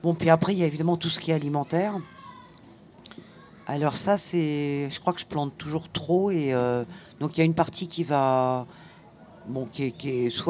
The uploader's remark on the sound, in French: Résonances émettait en direct depuis la Foire Plantes et Nature sur la place de la République de Prades. (Les intermèdes musicaux ont été raccourcis pour cause de droits d'auteurs).